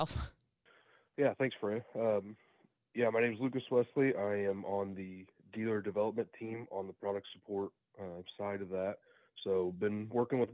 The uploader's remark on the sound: get on the phone